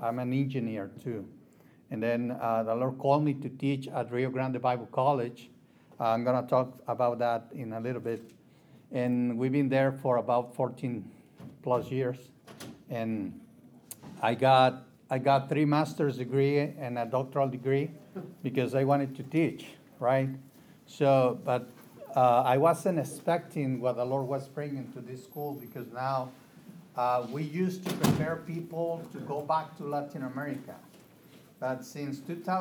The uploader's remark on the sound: This session was recorded at the FLD Spring Leaders Conference in 2022.